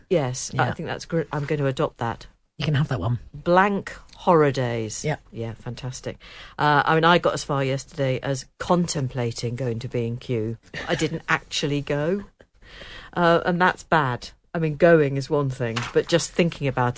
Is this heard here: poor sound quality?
no